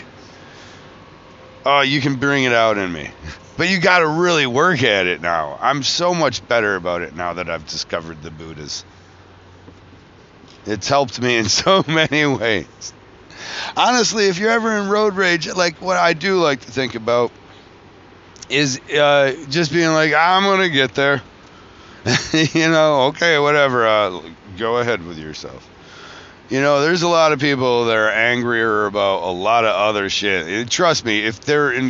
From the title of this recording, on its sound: traveling home from Philadelphia Tattoo Festival